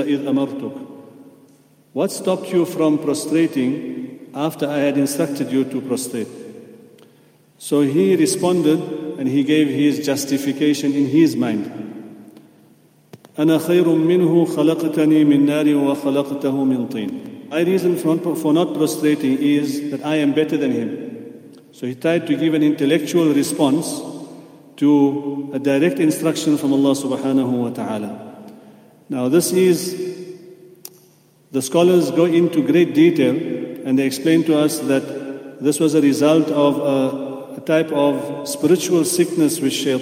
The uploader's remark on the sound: at the Houghton Masjid (West Street)